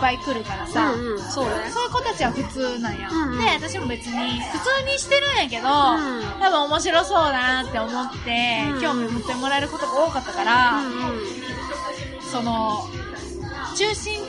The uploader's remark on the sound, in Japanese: 中盤からカフェのBGMが大きくなってしまい、お聞き苦しい部分もあるかと思います。